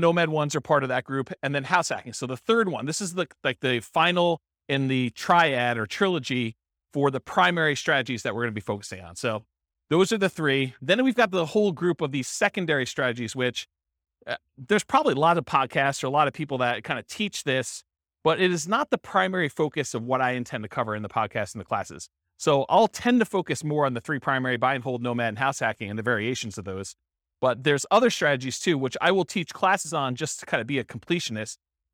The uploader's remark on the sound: This was a live class recorded